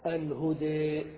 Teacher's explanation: الإمالة في اللغة الميل والانحراف، وفي اصطلاح أهل اللغة هو أن تذهب بالفتحة إلى الكسرة، وأن تذهب بالألف إلى الياء، يعني أن تنطق الألف نطقا متوسطا بين الألف وبين الياء